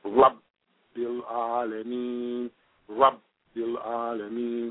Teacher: And the same thing applies when you have a shadda on a letter. There's an abrupt stop before the first of the doubled letters, and then you come on into the second letter